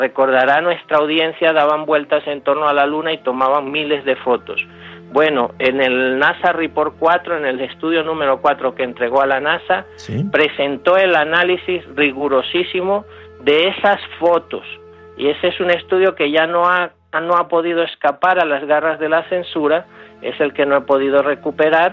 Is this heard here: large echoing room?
no